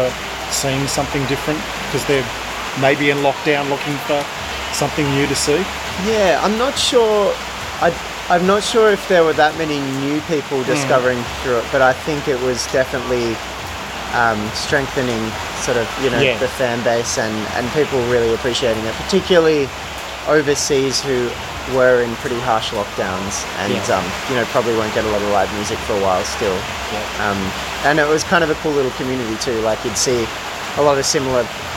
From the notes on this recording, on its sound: outside the Lucky Bat Cafe, Nightcliff, Darwin, Australia